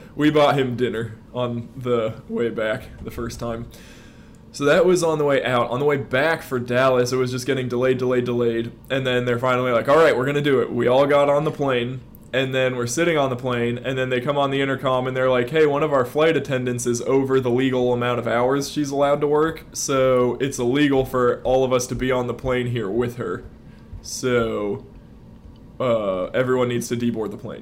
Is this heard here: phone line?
no